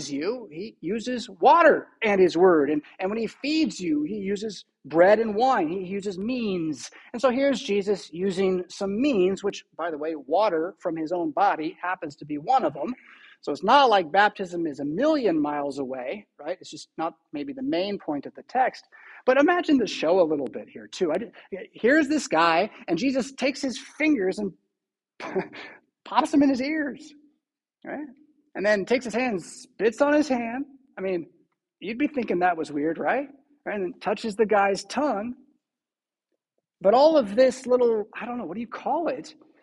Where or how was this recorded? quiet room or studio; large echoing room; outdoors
large echoing room